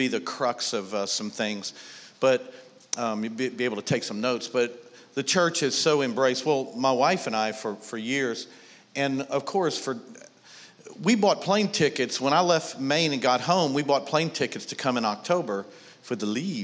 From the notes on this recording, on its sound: was recorded on Sunday, August 25, 2019, during service at The Anchor Church in Rockport, Maine.